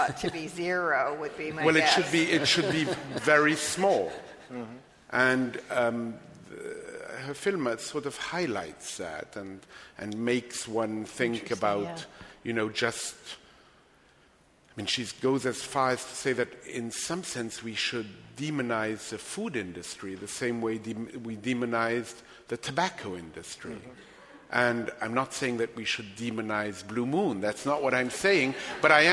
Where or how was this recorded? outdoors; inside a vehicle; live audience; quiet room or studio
live audience